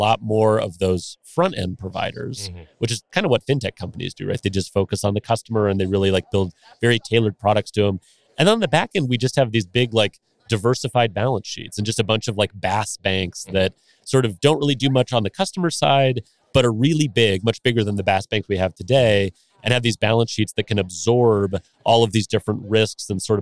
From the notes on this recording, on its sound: Live From the Fintech Meetup in Las Vegas. At the Fintech Meetup conference, live from Vegas.